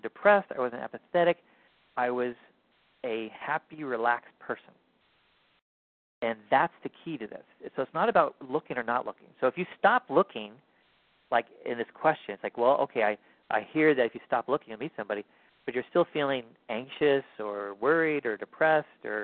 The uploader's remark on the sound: Finding Love Live Q&A Calls.